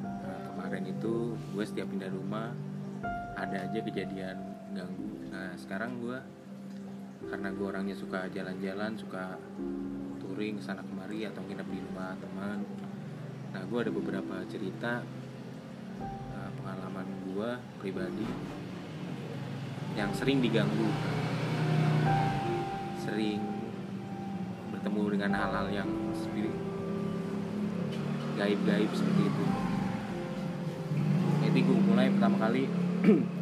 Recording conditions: background noise